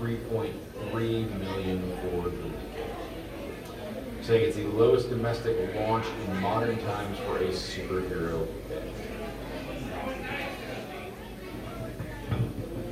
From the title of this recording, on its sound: Live From Lodge Con